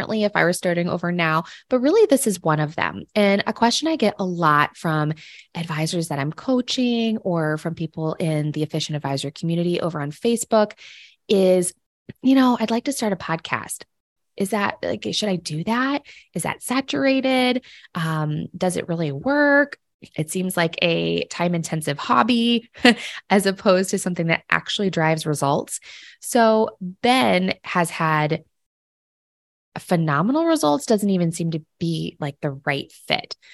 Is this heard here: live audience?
no